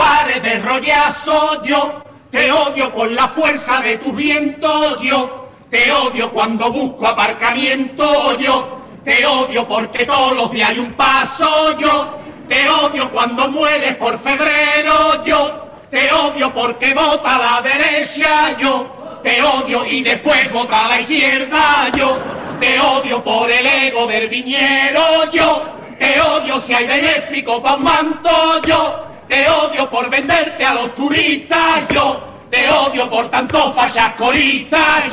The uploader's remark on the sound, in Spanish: En directo desde el Gran Teatro Falla de Cádiz, escucha la retransmisión del Concurso Oficial de Agrupaciones Carnavalescas del Carnaval de Cádiz 2024 en Onda Cero. En las semifinales del COAC 2024.